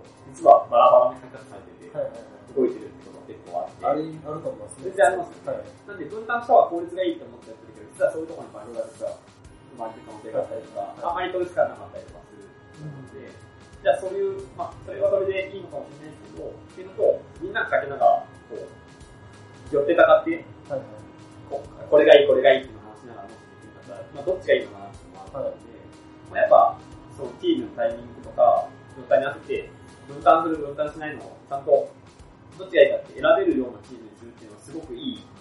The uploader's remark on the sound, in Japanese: 今回も音質が悪めです。